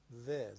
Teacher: ذال نازک ذه ذه نوک زبونی مثل بچه‌ای که زبونش میگیره